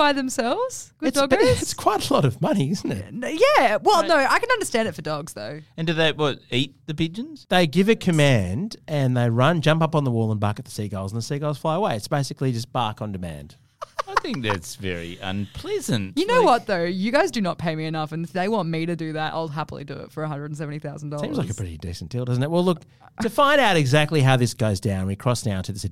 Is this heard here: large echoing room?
no